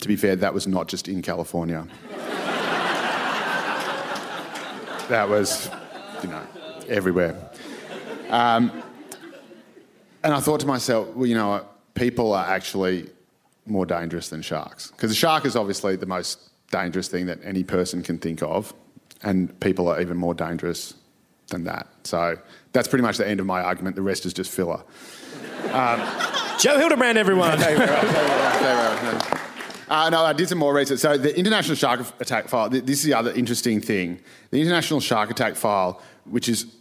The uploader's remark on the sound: A Rational Fear At Sydney Opera House #FODI. In this special 'Festival of Rational Fears' edition.